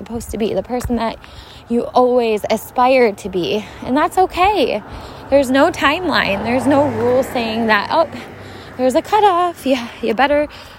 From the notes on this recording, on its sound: Let’s Walk. Take a walk with me, hear the sounds of nature.